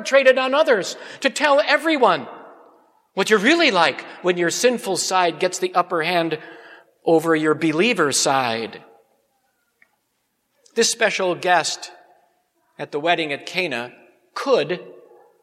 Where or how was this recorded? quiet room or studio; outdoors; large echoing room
large echoing room